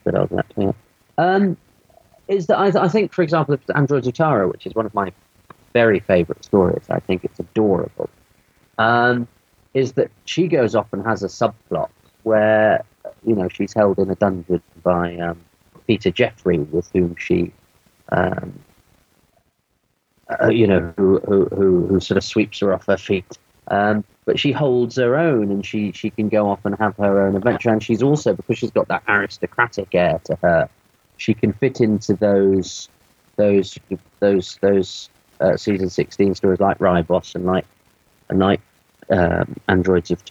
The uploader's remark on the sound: There were some unexpected audio glitches this time; I hope you'll bear with them.